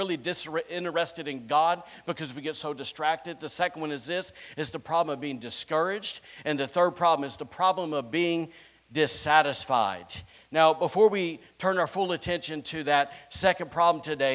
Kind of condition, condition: setting, live audience